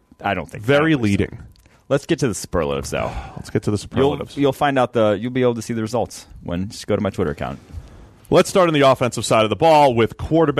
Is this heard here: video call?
no